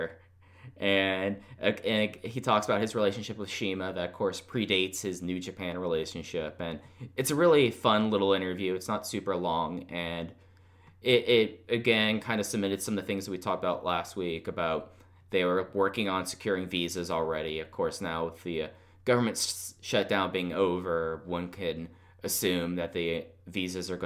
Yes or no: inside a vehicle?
no